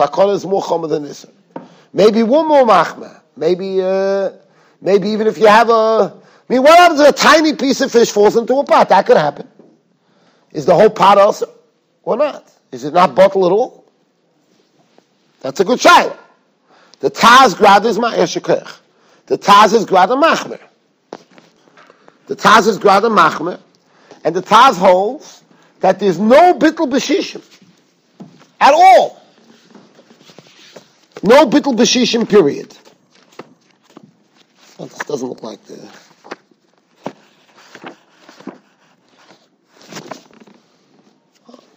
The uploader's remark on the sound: Shiur recorded in Yeshivas Ohr Reuven, Monsey, NY.